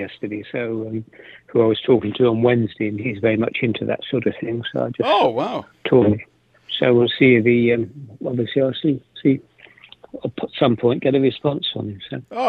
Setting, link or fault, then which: link, phone line